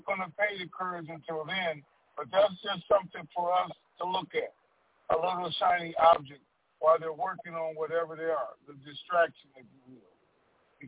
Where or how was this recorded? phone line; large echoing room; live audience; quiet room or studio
phone line